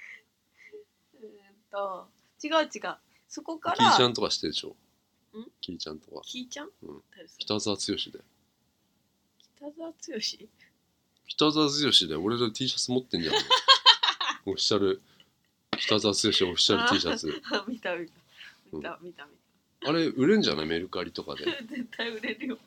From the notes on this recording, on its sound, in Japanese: 今回録音をミスって音が悪いですごめんなさい！